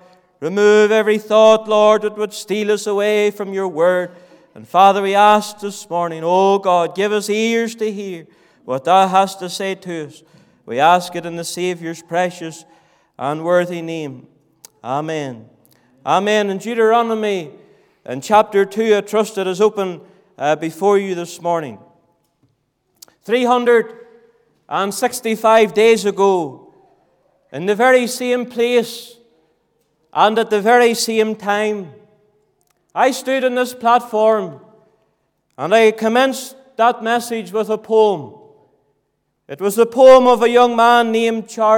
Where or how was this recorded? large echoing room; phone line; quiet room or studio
large echoing room